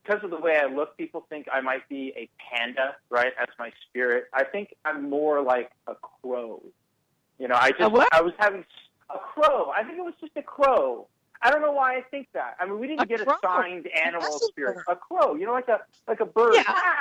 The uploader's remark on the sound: a call in show